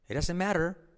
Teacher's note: La T como R suave de matter. · La T de doesn't no se pronuncia.